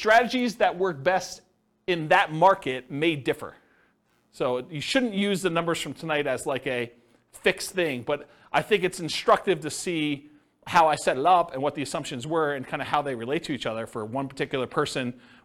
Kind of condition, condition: setting, live audience